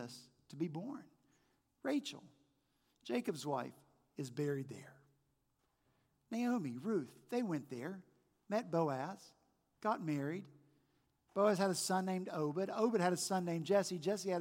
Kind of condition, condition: setting, large echoing room